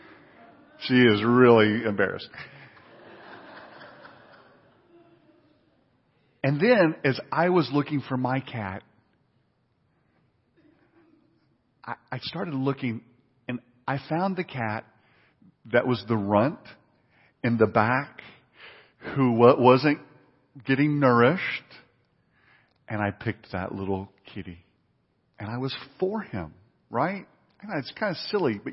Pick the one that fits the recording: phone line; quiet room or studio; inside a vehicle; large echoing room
large echoing room